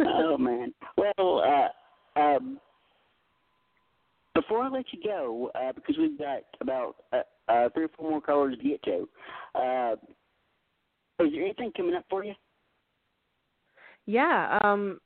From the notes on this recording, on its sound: We're opening up the phone lines for one hour to take calls from former guests and listeners